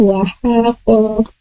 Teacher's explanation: ko tebalkan, lidah pangkalnya naik, makhrajnya dari lidah pangkal